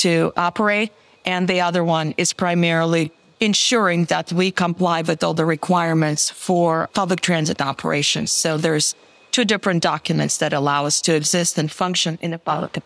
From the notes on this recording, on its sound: Recorded live at APTA Tech